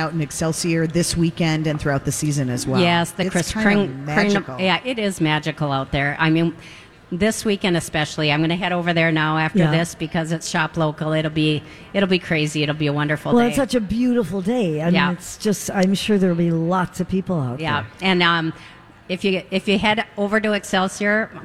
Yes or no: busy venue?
yes